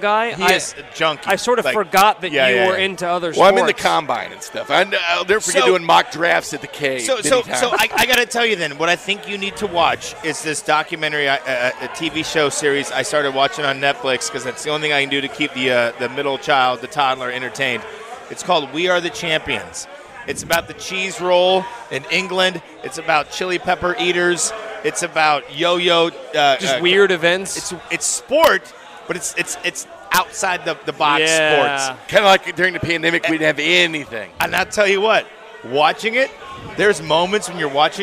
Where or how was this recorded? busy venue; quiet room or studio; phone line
busy venue